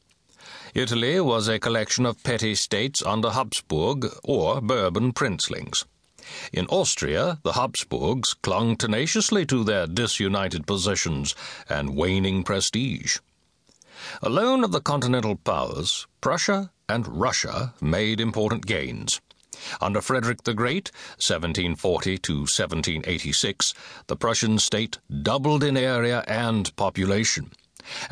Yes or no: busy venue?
no